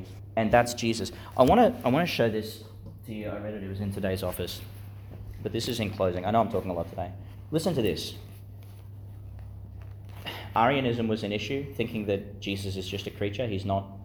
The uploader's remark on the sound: delivered in the Chanel College Chapel, Gladstone, Qld.